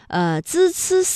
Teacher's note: 滋思思呢发音的时候啊，这舌尖是平伸的，是抵住上齿背或者是下齿背，控制舌尖不要抬起。